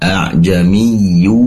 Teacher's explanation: Kemudian a'jamiyyu hada, di situ ada tanwin memang, namun setelahnya ada waw, yang mana tanwin ini tidak dibaca tanwin dengan jelas, melainkan dimasukkan kepada huruf waw sehingga menjadi dhammah.